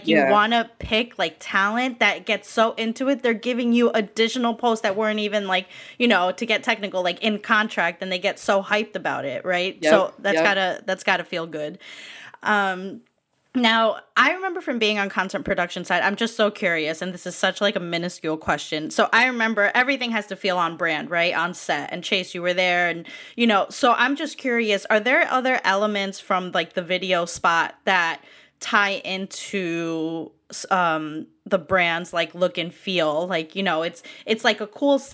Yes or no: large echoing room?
no